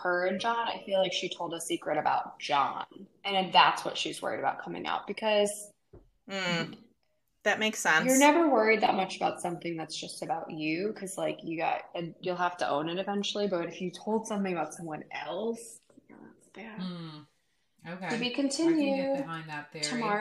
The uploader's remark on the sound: We're also apologizing for the poor quality of this episode, transatlantic recording is not our specialty.